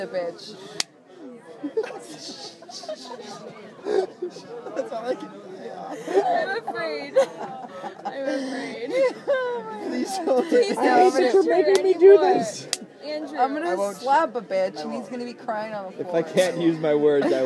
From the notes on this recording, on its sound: Recorded live without explicit permission from the garden during the night sessions of Squidfest 2014.